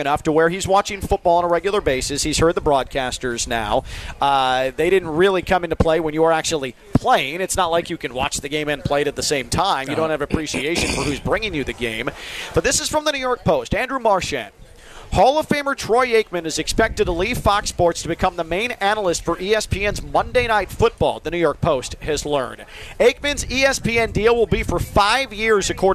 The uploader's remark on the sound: Live from the Honda Classic.